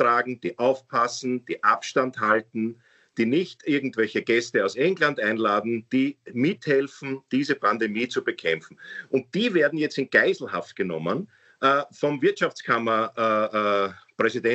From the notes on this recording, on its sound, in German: Aufzeichnung einer ZOOM Session.